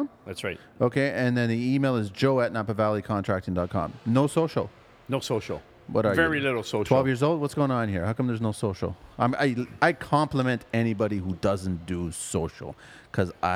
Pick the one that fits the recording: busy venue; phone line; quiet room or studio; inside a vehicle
busy venue